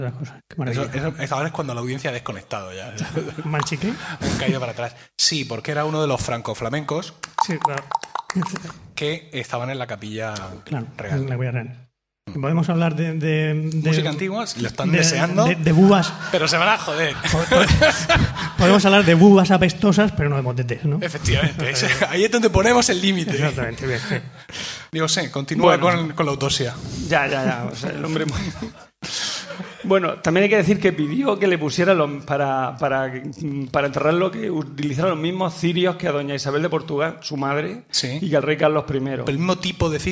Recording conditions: live audience